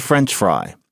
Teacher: there are two words, and you've got the accent on the French